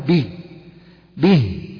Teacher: نضع جنبها ياء وتسمى الصلة الصغرى وفي حالة الوصل فقط، أما إذا وقفنا عليها فإننا نقف على الهاء بالسكون